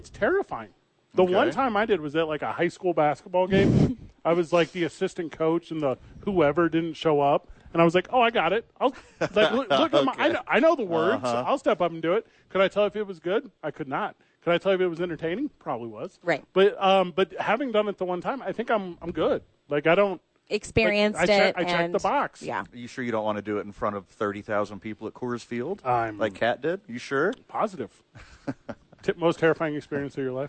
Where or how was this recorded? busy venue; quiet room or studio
busy venue